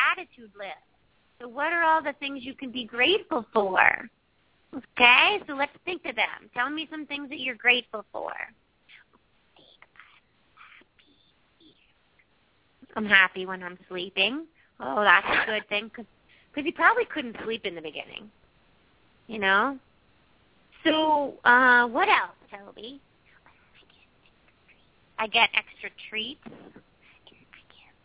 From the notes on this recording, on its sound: open up the lines for listeners to call